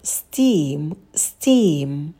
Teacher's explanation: в слове steam мы звук t не придыхаем, потому что он идет после s, и у нас там долгий i, да, делаем волну.